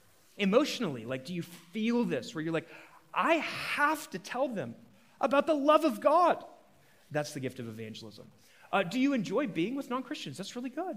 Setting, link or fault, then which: setting, live audience